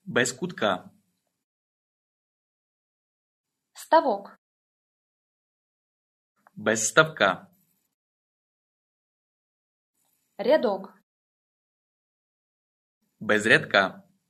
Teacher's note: Drill dropping the O in the final syllable of these nouns.